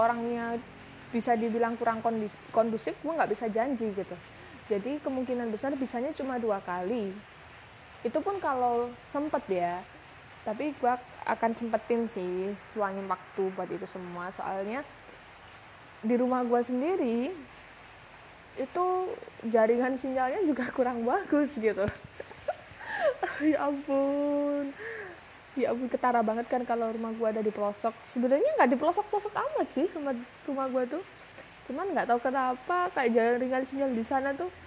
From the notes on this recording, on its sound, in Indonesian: maaf banget kalau audionya agak berisik soalnya pas record lagi ujan